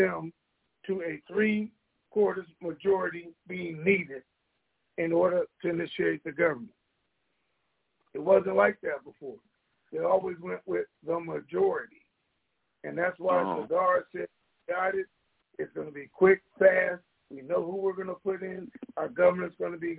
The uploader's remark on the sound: TNTSuperfantastic Conference Call.